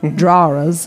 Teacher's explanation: I mean, if you look at the Deep South, you look at places like Georgia, Alabama, Mississippi, where people literally drop their R's and say drawers.